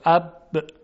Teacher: اما در تلفظ بعضی از حروف، مثلا در تلفظ حرف با، میبینیم که جریان هوا به اون صورت نیست، یعنی نمیتونیم صدای حرف ب رو ما بکشیم. اب قطع میشه، یعنی لبها وقتی روی هم میاد قطع میکنه صدا رو، اب، تا وقتی که لبها کنده بشه.